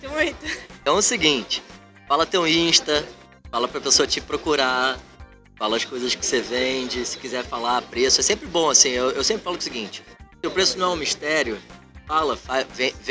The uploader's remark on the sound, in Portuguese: Acredita que esse podcast foi gravado na OOP café no meio da caçada com todo mundo passando!